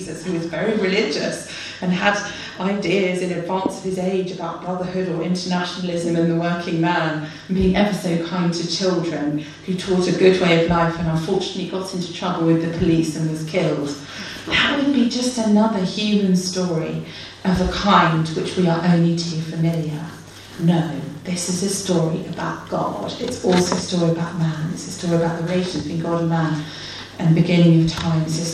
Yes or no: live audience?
yes